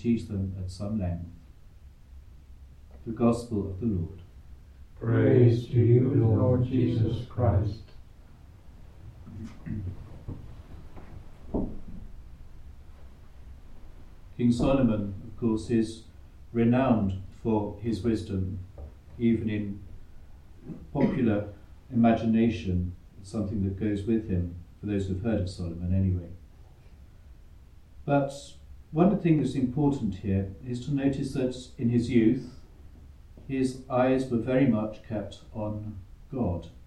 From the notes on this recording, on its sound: The Community of St Gregory the Great sing the Saturday Mass of Our Lady in Gregorian Chant. Recorded live at Southgate House on 3 February 2024.